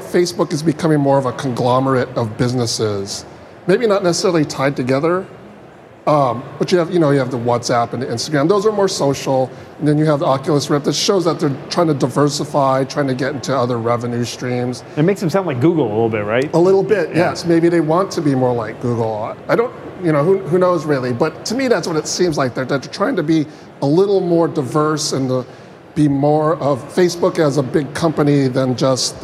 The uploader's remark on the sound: Live from Macworld/iWorld